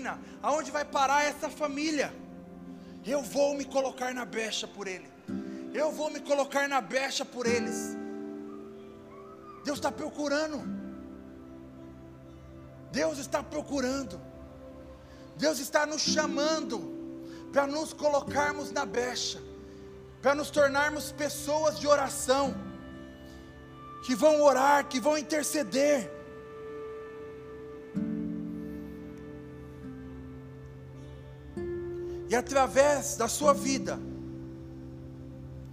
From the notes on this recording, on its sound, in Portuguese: Áudio do Culto de Domingo do dia 09/10/2022